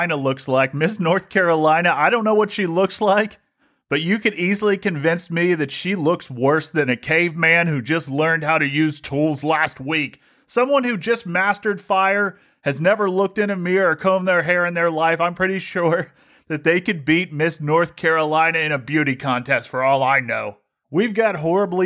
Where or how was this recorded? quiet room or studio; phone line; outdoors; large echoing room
quiet room or studio